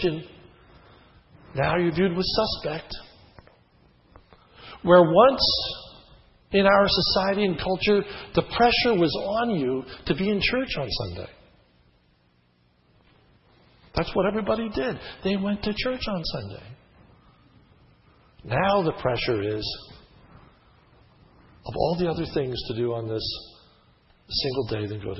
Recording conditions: large echoing room